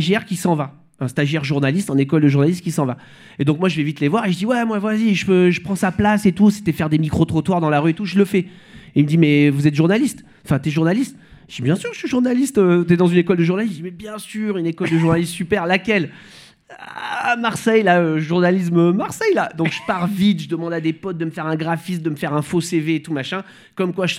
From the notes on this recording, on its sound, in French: Cet épisode a été enregistré en public